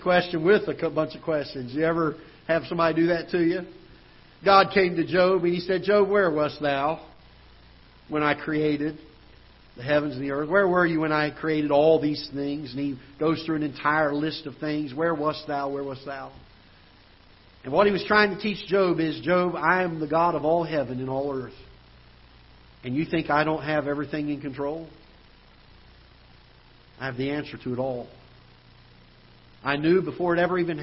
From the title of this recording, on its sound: Ketha Heights Baptist Church ~ Live Broadcast